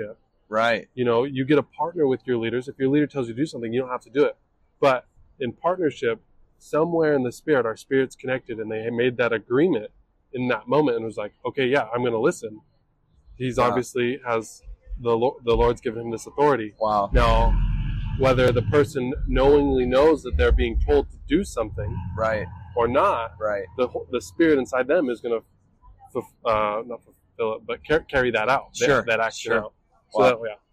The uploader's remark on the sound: Excuse all of the noises in the background